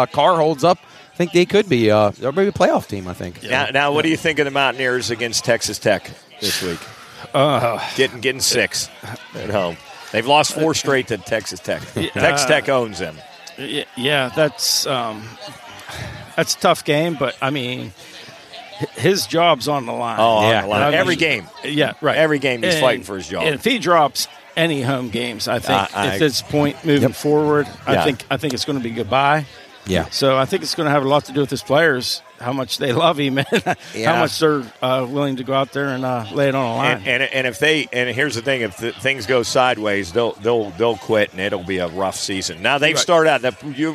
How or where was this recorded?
busy venue